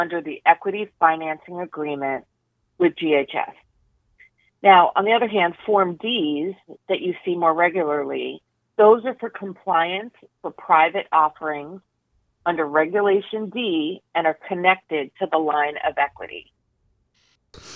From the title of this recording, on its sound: IIOT Oxys August 2022 Conference Call